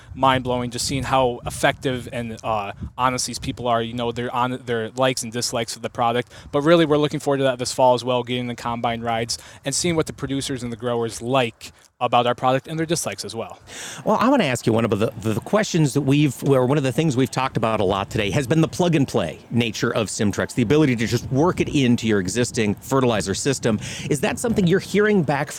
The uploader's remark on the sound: Today, AOA was on location in Cedar Falls, Iowa for the 3rd event on the Future of Fertilizer tour from Anuvia Plant Nutrients!